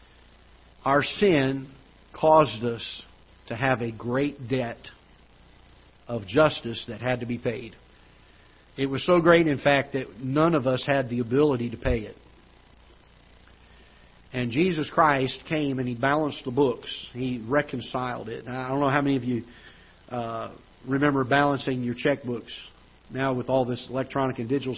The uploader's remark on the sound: Ketha Heights Baptist Church ~ Live Broadcast